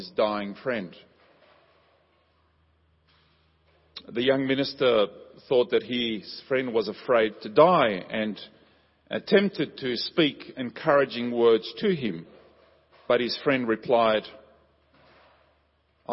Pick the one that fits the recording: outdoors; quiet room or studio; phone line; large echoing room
large echoing room